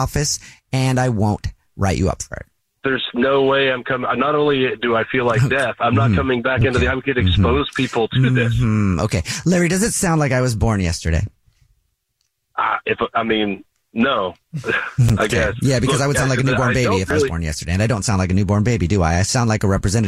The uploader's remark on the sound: phone prank style